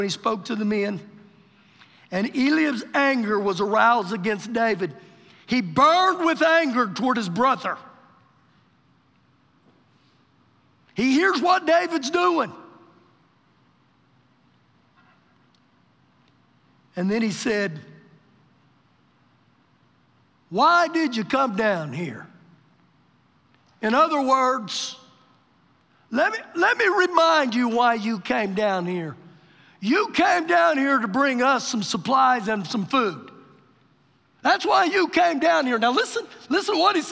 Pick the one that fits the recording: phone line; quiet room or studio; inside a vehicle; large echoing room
large echoing room